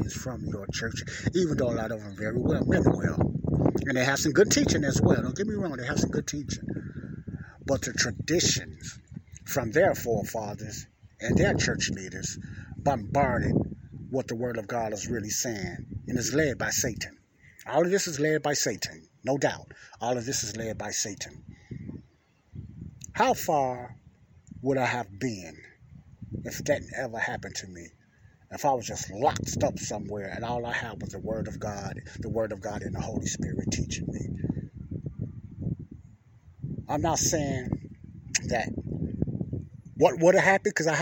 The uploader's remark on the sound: this is my outside talk